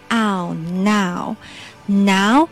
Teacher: 嘴巴张大 ow，由大到小